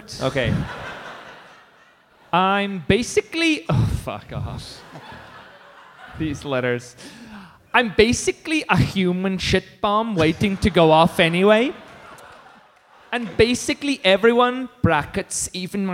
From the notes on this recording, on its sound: Live from Thalia Hall in Chicago. HeadGum Live.